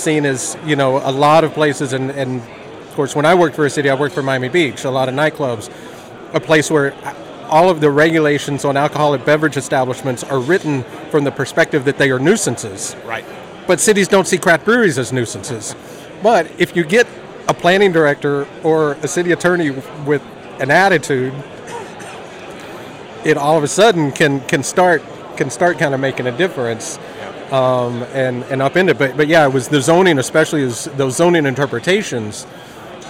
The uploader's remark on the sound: at the Florida Brewers Guild annual conference